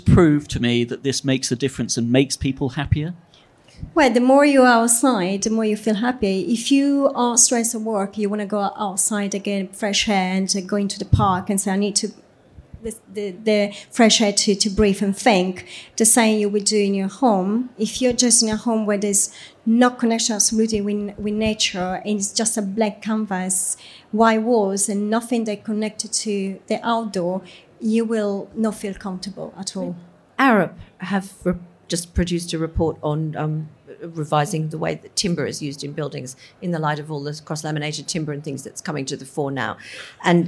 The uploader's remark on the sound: recorded in front of a live audience at Decorex 2019